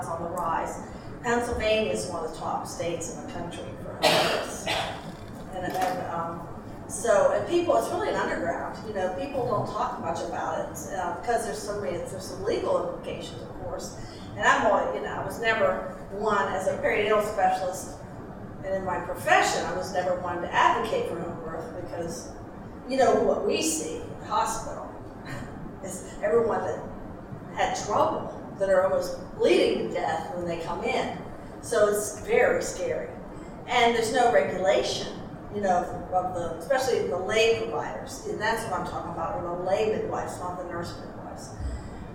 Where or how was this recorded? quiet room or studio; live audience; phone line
live audience